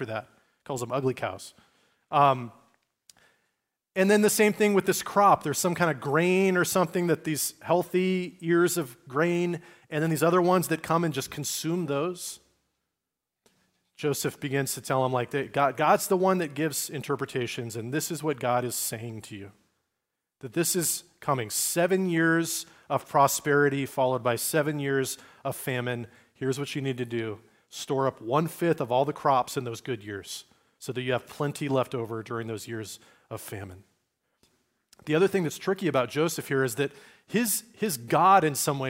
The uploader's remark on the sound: Recorded at Liferoads Church in Spokane, Washington, on Sunday, November 26, 2023.